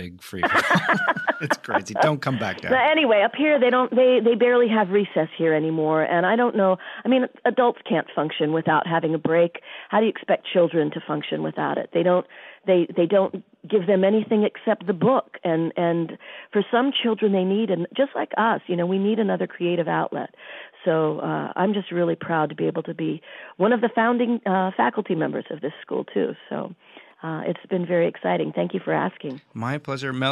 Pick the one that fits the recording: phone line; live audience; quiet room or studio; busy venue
phone line